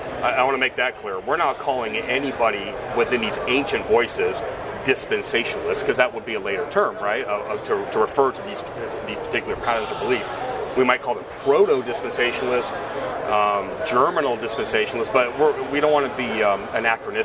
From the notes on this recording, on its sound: join us live at the IFCA Convention